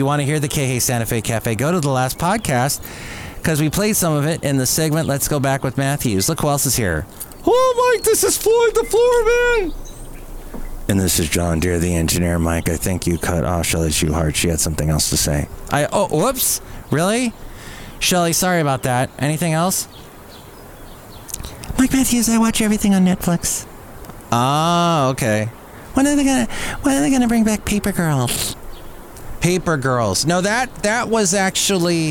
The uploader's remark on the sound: podcasts live from Café Anyway